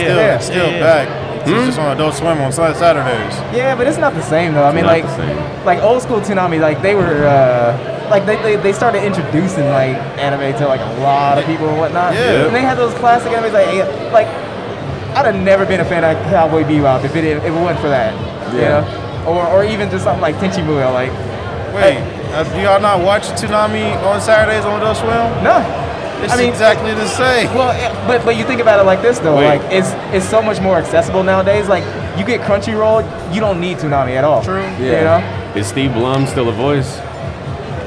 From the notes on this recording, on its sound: we're at DreamCon